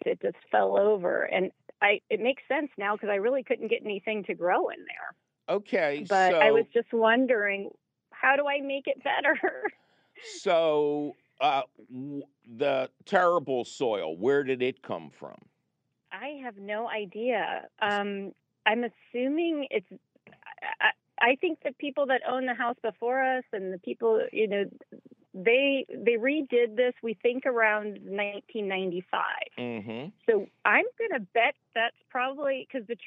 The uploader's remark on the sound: your fabulous phone calls!